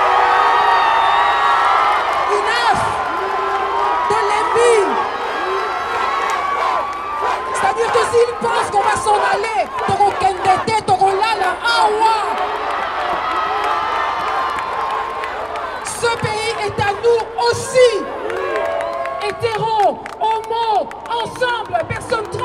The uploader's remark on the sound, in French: Rassemblement black lives matter Bruxelles. Extraits des prises de parole du rassemblement Black Lives Matter à Bruxelles. Sur la place Poelaert.